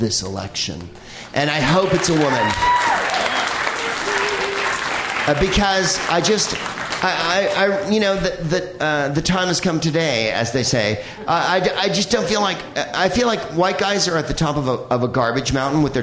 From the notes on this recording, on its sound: Live from The Bell House in Brooklyn, NY